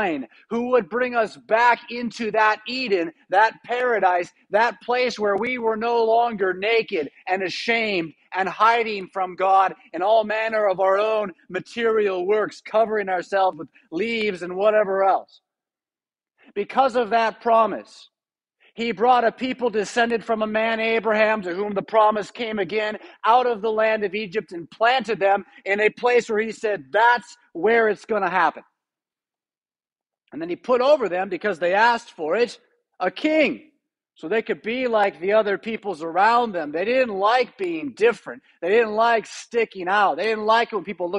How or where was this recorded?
large echoing room